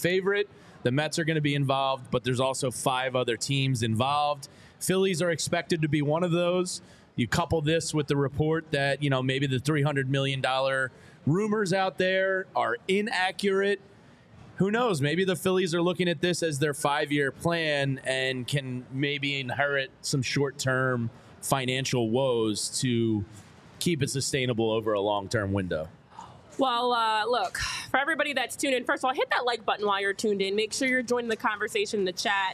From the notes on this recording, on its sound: Live from Reading Terminal Market talking MLB updates.